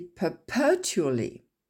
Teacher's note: on ne va pas mettre l'accent tonique sur tually